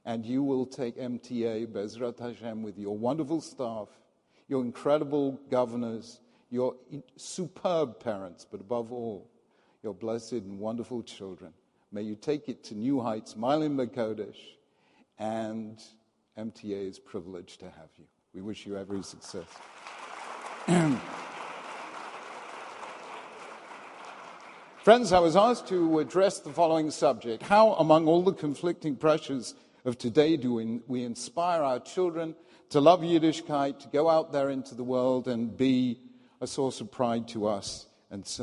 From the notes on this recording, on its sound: This recording is of the opening session of the Yom Iyun marking the centennial of Yeshiva University's High School for Boys on 18th December 2016